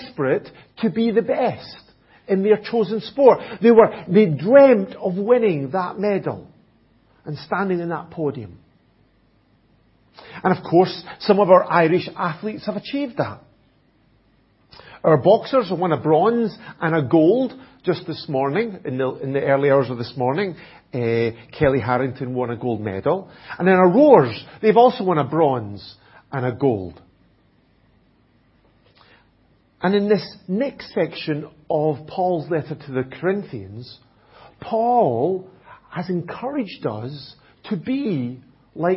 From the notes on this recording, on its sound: at Enniscorthy Christian Fellowship, Enniscorthy, County Wexford, Ireland